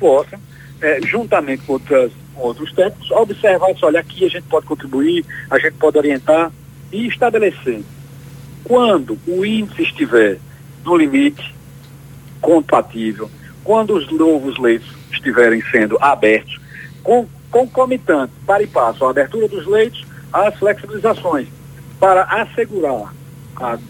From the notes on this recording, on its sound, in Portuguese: Entrevista na Nova Brasil Aracaju - 93.5 FM. Conversou por telefone.